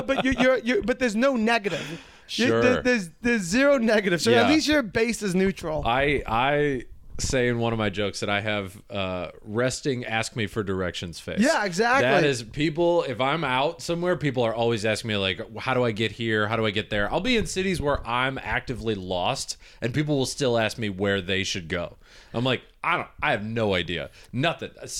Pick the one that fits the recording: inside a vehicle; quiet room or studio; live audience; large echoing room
quiet room or studio